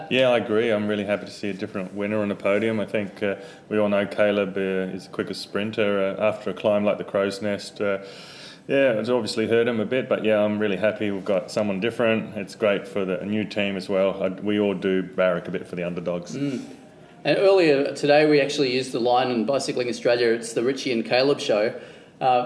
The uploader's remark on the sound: Recorded moments after the completion of Stage 5 of the 2020 TDU